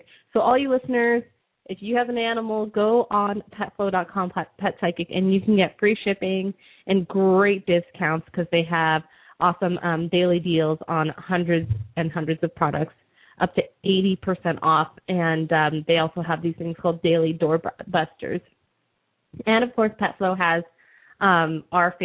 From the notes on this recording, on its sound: open up the lines for listeners to call